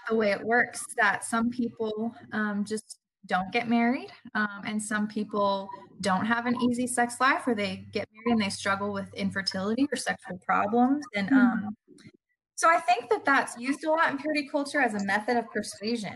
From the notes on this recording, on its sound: Due to the long-distance nature of this call, the audio recording reflects some connectivity & sound difficulties.